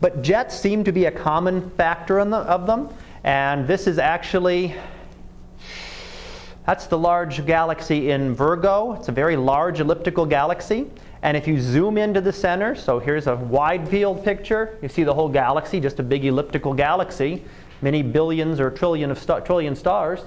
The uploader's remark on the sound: Live Class Lecture.